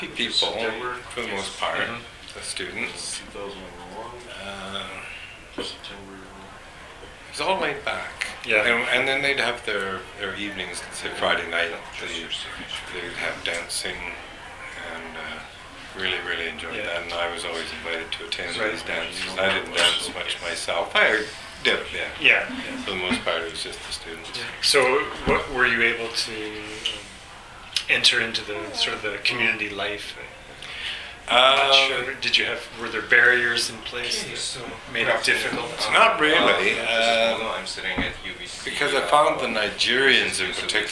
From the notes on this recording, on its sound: At the 50th Anniversary event at UBC on December 4, 2010. This podcast was recorded during CUSO-VSO's 50th Anniversary Kick-off celebrations in Vancouver, BC.